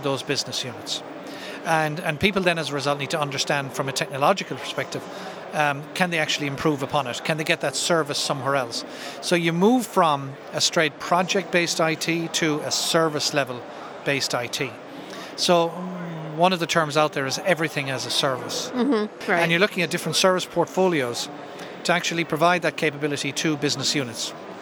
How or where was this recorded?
busy venue